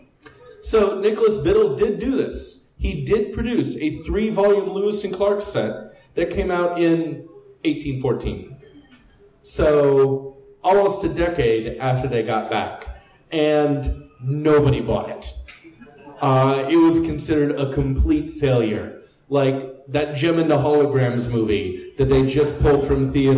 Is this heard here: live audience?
yes